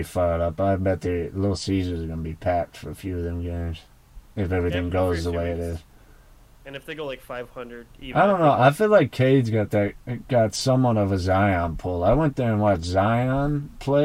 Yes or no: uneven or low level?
yes